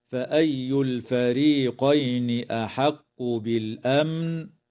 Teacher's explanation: تظهر لام التعريف في كلمة الفريقين وفي كلمة بالأمن، ويسمى إظهارا قمريا، وتظهر الميم الساكنة في كلمة بالأمن ويسمى إظهارا شفويا، ويجوز الوقف على كلمة بالأمن من قبيل الوقف الجائز.